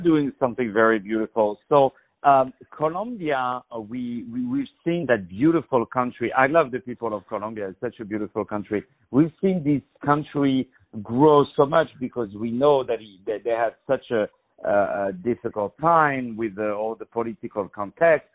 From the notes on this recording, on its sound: On the phone